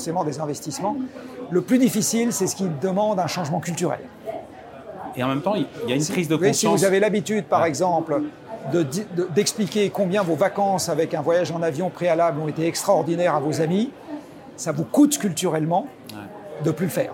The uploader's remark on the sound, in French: enregistrée lors de la REF du Medef le 28 août 2023 à l'Hippodrome de Longchamp